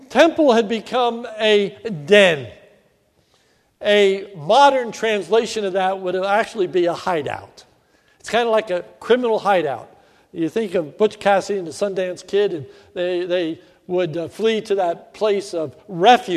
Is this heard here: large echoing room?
yes